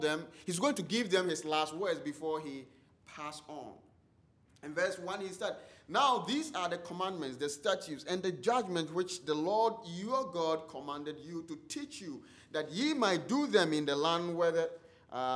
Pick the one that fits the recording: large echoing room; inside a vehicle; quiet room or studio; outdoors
large echoing room